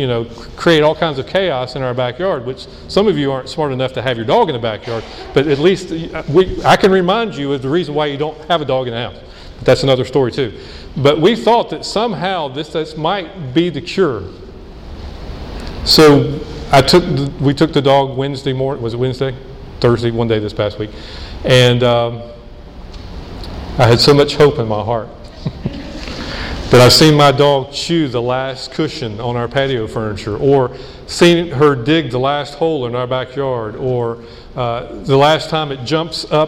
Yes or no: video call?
no